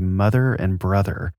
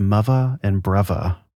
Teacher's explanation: kind of a V or an F sound instead · Shown in: second take